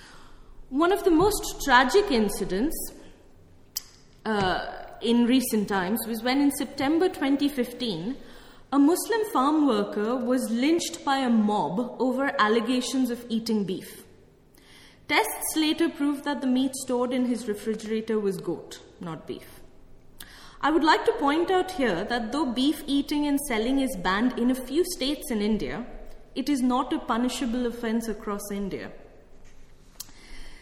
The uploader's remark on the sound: held on the 14th of April at the Rose Theatre Kingston